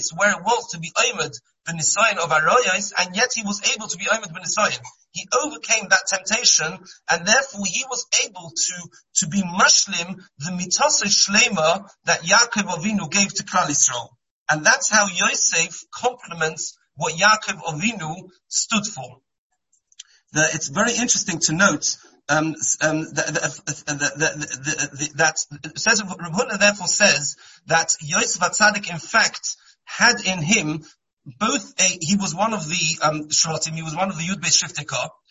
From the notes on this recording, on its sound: Shiur given on Monday Chol Hamoed over Zoom.